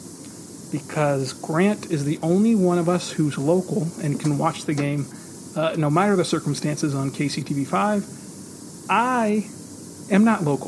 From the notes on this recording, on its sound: We apologize for the audio quality in terms of background noise on this episode.